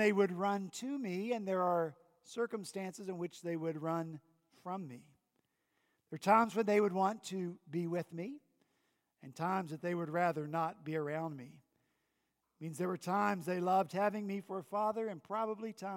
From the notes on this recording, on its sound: At Redeemer Presbyterian Church in Charleston, SC